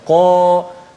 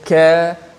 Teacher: qa itu huruf yang isti'la tebal kan huruf yang tafkhin terangkat pangkal lidah